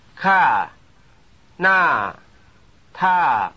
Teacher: These words all have high falling pitch contour.